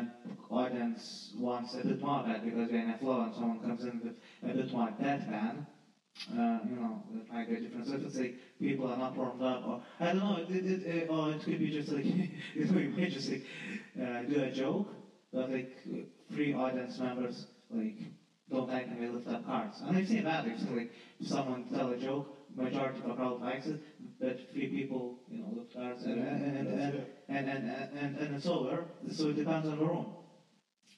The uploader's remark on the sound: I'd like to extend my apologies for the diminished sound quality. A mishap during the recording session in December resulted in this, and unfortunately, I was unable to correct it.